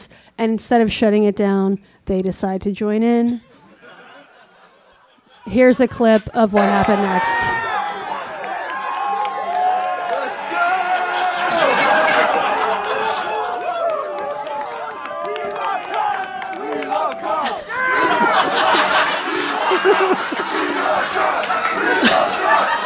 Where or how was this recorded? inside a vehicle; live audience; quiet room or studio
live audience